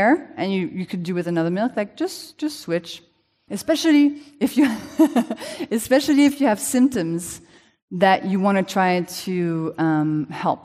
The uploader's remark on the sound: This conversation, recorded in front of a live audience.